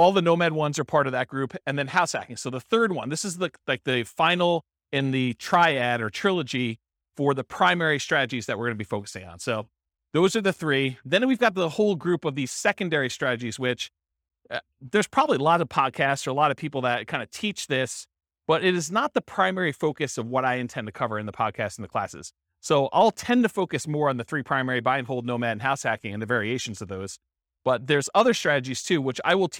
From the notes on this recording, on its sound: This was a live class recorded